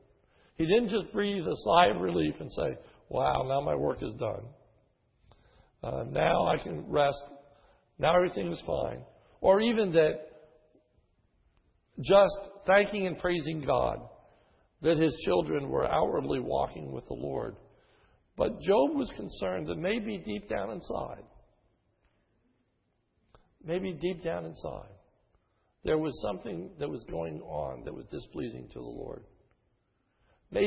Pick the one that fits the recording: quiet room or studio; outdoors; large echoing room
large echoing room